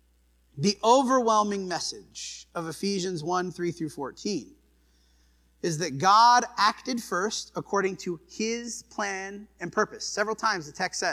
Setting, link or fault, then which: setting, large echoing room